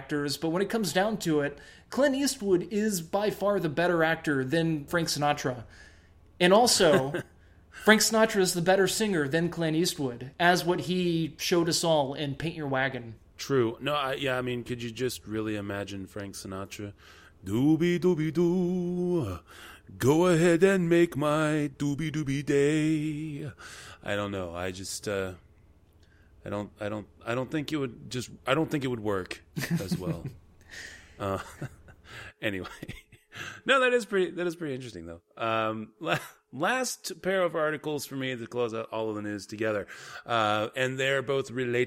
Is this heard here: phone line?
no